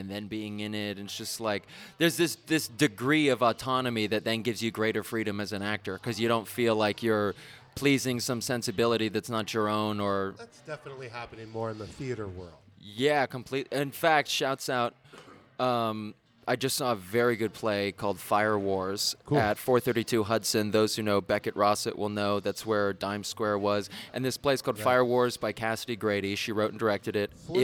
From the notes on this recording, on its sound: The Freehand Hotel NYC for a live on the scene recording with WVFP New York